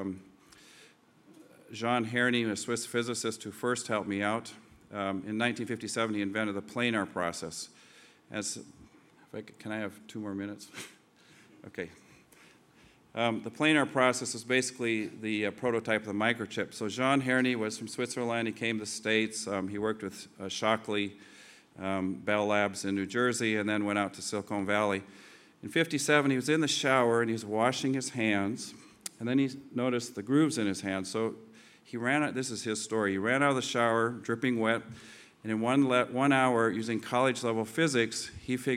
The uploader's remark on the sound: This two-part podcast was recorded at the 2008 International Achievement Summit in Kailua-Kona, Hawaii.